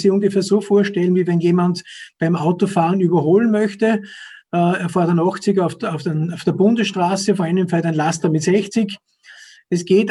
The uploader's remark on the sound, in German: fand im Rahmen einer Web&Call- Vortragsreihe der Krebshilfe OÖ statt